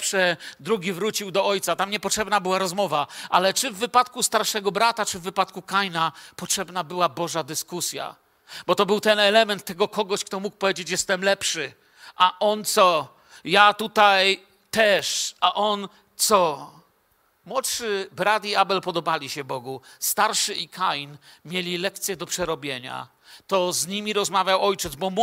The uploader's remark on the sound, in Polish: Wykład nagrano podczas wieczornego nauczania Słowa Bożego w Kościele „Filadelfia” Bielsko Biała.